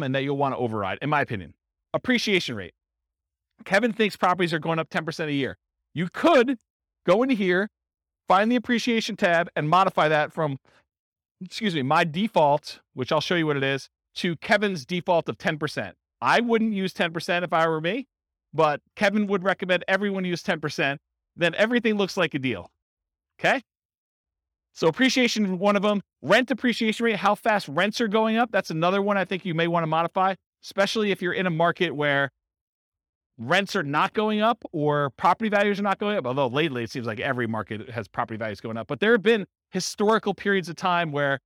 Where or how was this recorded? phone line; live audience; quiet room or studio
live audience